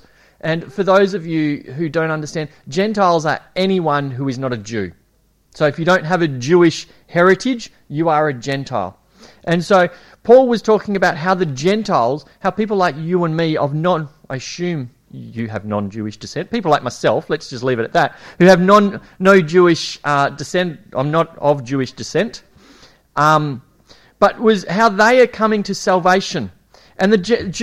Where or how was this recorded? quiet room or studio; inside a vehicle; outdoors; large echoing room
large echoing room